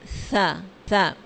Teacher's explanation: لبیسا سین کی آواز نہیں آئے گی، لبیسا سا آپ کی زبان کی نوک ثنایا اولیہ کے سرے سے لگے گی، یا آپ یوں کہہ لیں کہ زبان دانتوں کے درمیان میں آئے گی، اوپر نیچے کے دانتوں کے درمیان میں